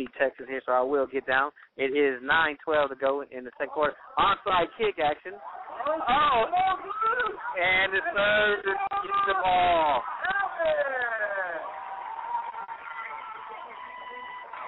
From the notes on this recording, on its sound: Note: There were a few technical difficulties with his phone.